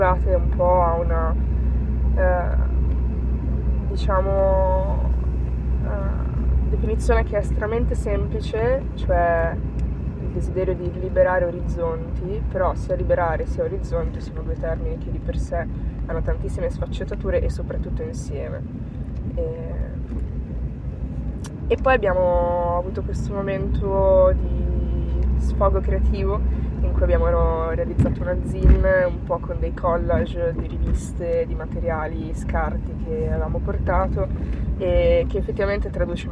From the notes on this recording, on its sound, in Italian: Trentunesimo podcast registrato in viaggio. All'interno della sua fedele macchina, casualmente concluso all'Osservatorio Astrofisico di Torino.